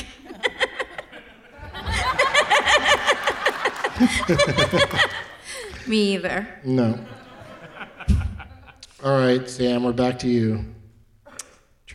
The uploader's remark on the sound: Live from the Egyptian Theatre Hollywood as part of Maltinfest